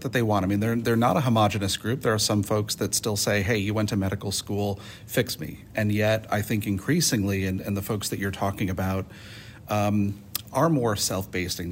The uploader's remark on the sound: on site in Boston for NESHCo’s annual conference